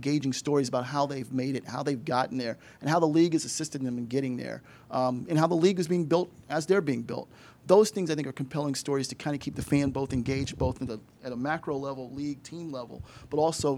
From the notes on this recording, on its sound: Recorded live at Nissan Stadium, home of the Tennessee Titans, during the 2023 Sports Innovation Summit.